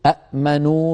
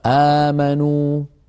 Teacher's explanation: أبدلوا الهمزة الساكنة حرف مد من جنس حركة الهمزة الأولى · Shown in: second take